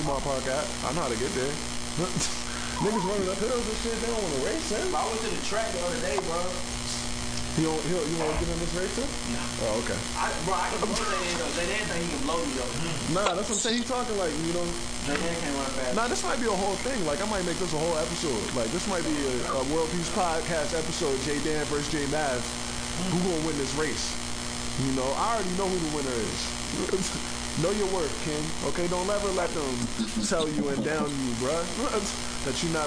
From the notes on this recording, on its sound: We wanted everyone to experience this event so we decided to record it as a podcast!